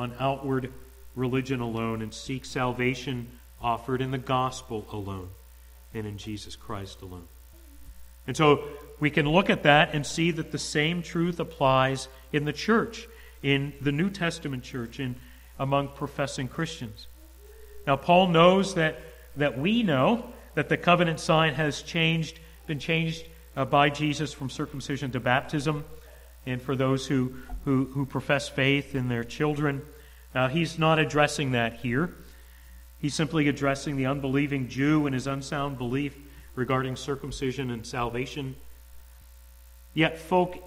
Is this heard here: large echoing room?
yes